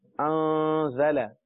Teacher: تو یہاں غنہ ہوگا کیونکہ بعد میں زا آ رہا ہے اور زا حروف اخفا میں سے، لہذا یہاں پر غنہ ہوگا.